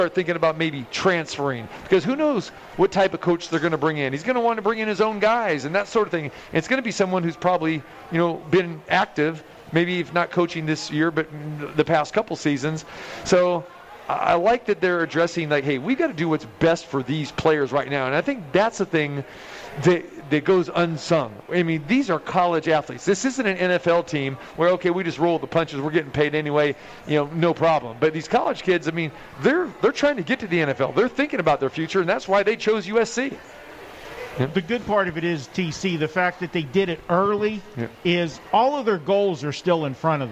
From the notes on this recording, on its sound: Live From The Cosmopolitan of Las Vegas